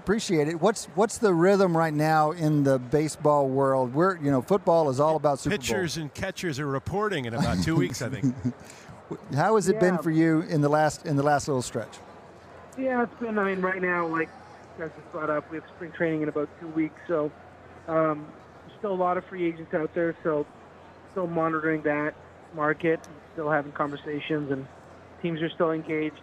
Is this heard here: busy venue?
yes